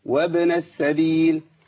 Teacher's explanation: واليتامى والمساكين وابن السبيل، مش وابن السبيل، وب وب وب وابن، لا لابد من قلقله الباء والا مش هتحس ان الباء طلعت خالص